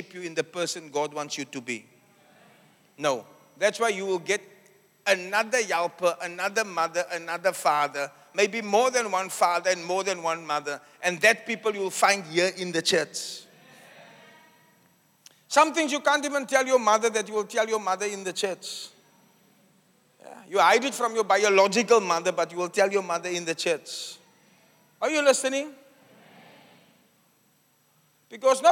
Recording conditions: live audience